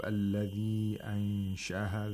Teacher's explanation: madul munfasil, you can lengthen it to 2, 4, or 5 vowel counts. But you have to be consistent in lengthening madul munfasil.